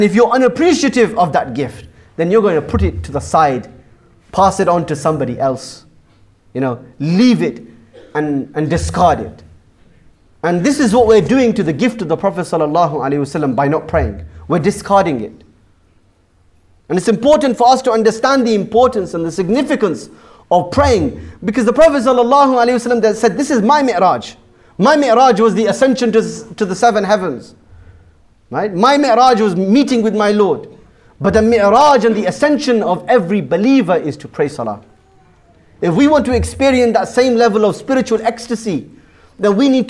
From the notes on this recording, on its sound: Jummah Kuthbah. Bashir Ahmed Masjid Southampton.